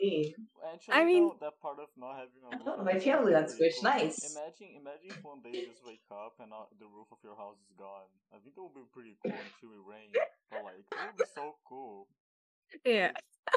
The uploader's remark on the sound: I just realized my mic was low af wtf guys come.